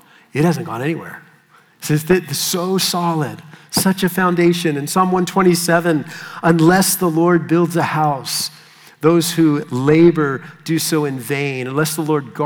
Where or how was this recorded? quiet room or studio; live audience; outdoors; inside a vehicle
live audience